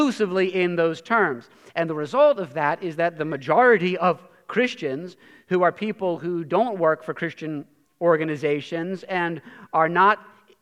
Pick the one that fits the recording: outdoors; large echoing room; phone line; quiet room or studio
large echoing room